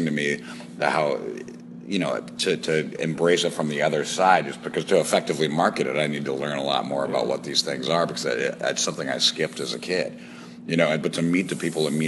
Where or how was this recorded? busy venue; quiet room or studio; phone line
busy venue